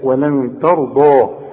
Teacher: الضاد هي مفخمة والراء كمان مفخمة